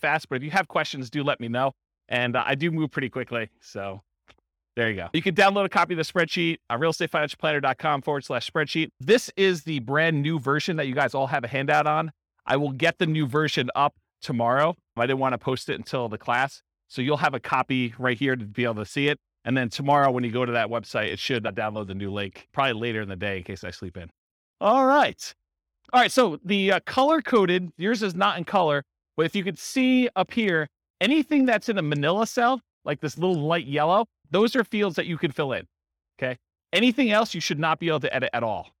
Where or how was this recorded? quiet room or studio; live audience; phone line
live audience